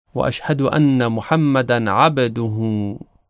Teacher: با در کلمه عبد وقتی که تلفظ میشه کمی متمایل به کسره تلفظ میشه · Term: صفت قلقله